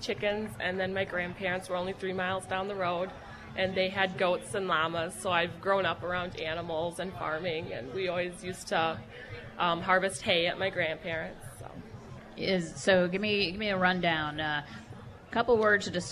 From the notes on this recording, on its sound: broadcasts live from the annual Bacon Bash in River Falls.